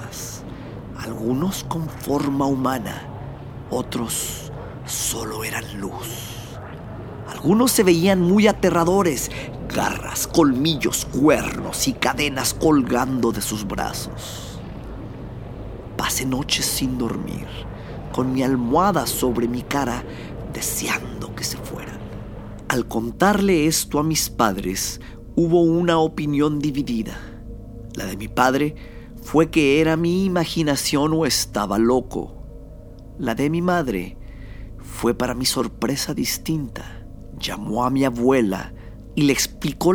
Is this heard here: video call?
no